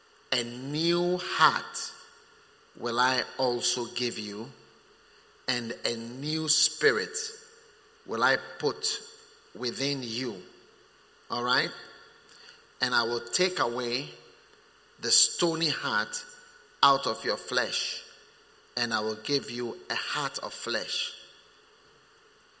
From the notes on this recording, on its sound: Preached at the First Love Center, Accra.